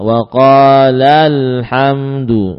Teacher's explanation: Jadi huruf-huruf alif yang menunjukkan tasniyah, ya, makna dua, ya, yang saat wasol itu akan terhapus sehingga ada iltibas, ada kesamaran dengan lafadz yang tunggal, ya, maka kita baca dengan nabr, dengan memberikan suara yang lebih tinggi dari yang sebelumnya.